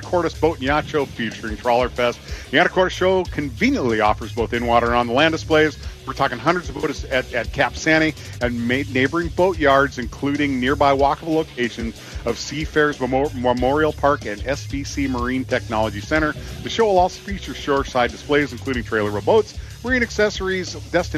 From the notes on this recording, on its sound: live at Three Rivers Marine for the Bring Your Own Boat Event